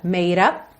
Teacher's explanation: o D eu já posso juntar no up com rarara